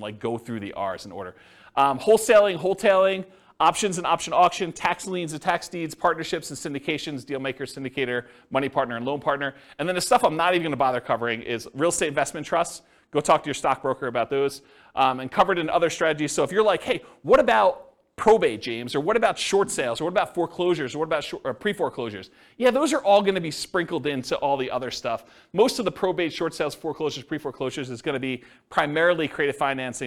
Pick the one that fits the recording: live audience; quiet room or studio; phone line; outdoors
live audience